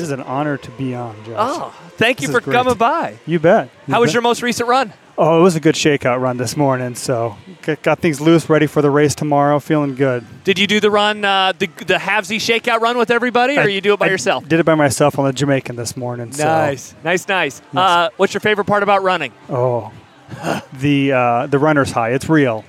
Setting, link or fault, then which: setting, busy venue